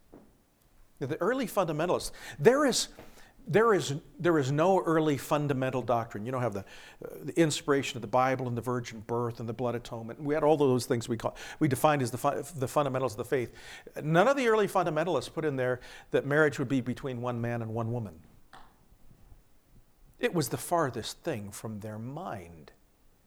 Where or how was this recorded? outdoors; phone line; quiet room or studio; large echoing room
large echoing room